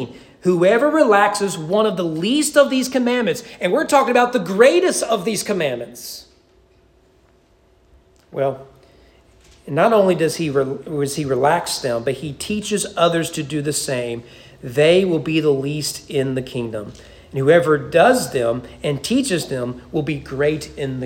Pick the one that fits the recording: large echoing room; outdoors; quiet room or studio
large echoing room